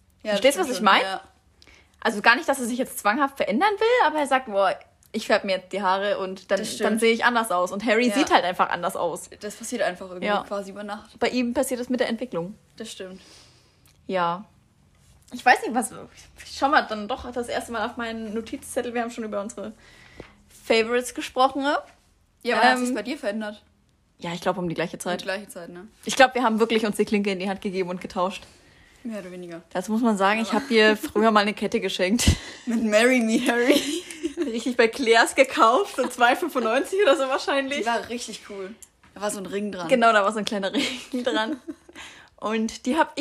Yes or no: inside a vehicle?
no